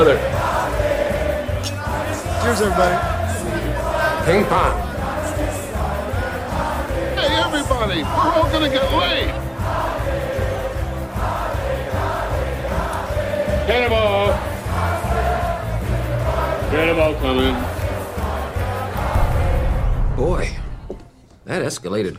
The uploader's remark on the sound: Recorded live at The Local!